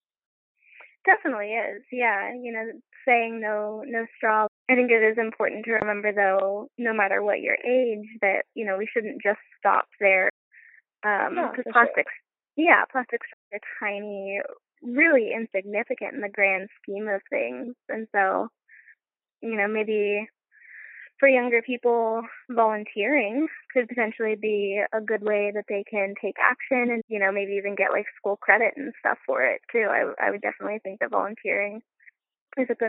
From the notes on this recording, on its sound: do a quick phone call with me